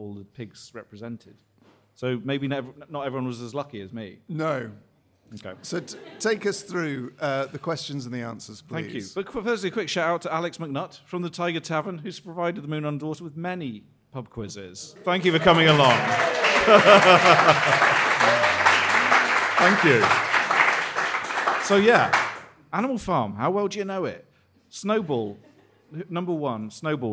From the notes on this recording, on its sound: Record a special LIVE episode as part of the Orwell Festival. Live from The Marquis Cornwallis in Central London (just round the corner from a blue plaque celebrating Orwell).